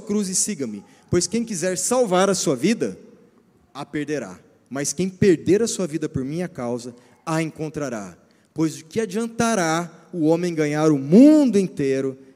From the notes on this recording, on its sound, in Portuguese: Culto ao vivo 19FEV24